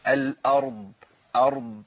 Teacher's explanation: الضاد دي من حروف الإطباق، يبقى محتاج إن نعمل إيه؟ محتاج إن أبين إطباقها واستعلاها